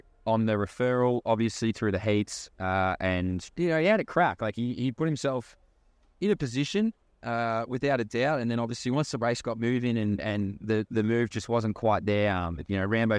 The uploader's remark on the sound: LIVE FROM THE WORLD CHAMPS